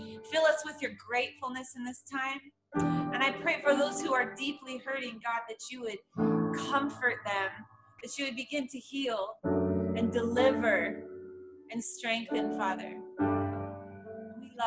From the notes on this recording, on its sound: we still have Sunday morning service using zoom, Facebook Live, Instagram, and YouTube